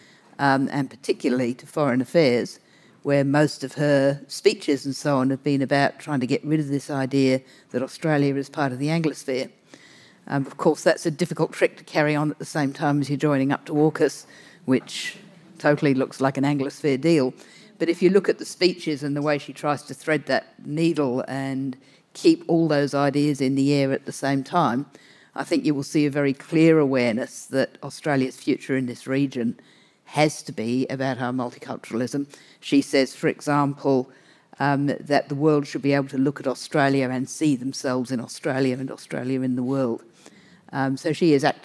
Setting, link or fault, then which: setting, live audience